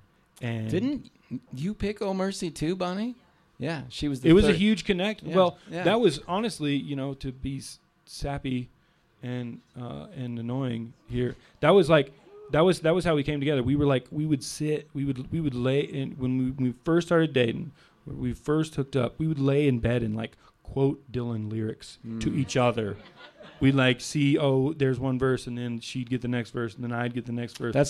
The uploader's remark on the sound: Recorded live at Spirit Hound Distillers in Lyons, Colorado.